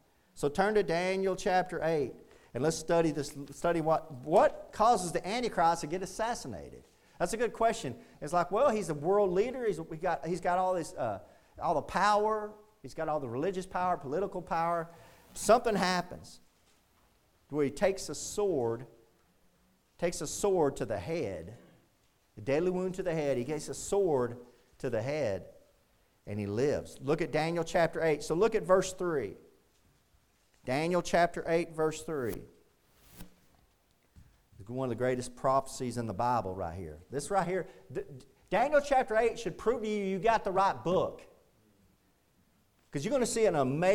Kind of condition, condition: setting, large echoing room